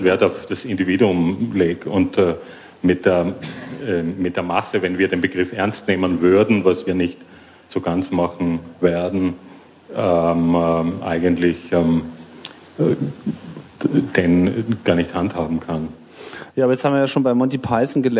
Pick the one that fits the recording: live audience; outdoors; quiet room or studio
live audience